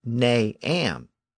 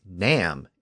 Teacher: In Middle English, am not was ne am, and it was sometimes slurred together and rendered simply as nam · Shown in: second take · N-A-M. So I nam meant I am not.